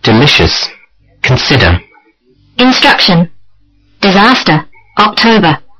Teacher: Read these three-syllable words, stressing the second syllable.